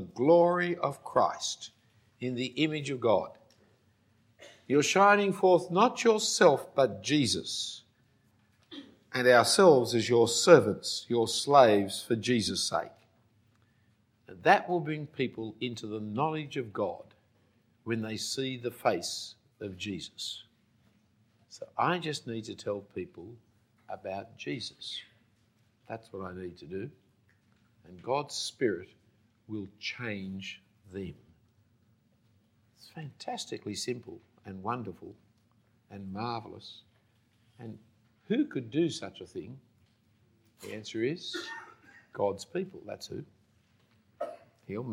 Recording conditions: live audience